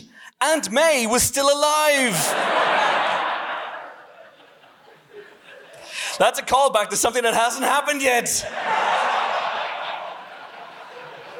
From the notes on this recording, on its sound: Recorded in front of a live audience at Kings Place, London.